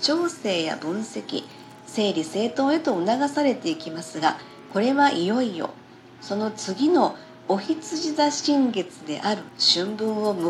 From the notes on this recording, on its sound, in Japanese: パソコン事情により、音声収録の方法がいつもと違い雑な感じですみません。エレクトーンの調律を工夫し創作、演奏。